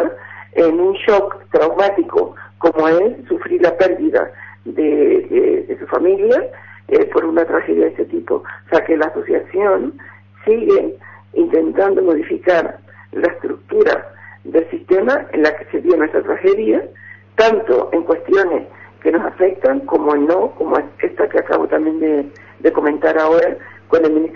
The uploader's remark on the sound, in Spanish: Entrevista telefónica. "Canarias en la Onda en Verano" de Tenerife Radio - Onda Cero.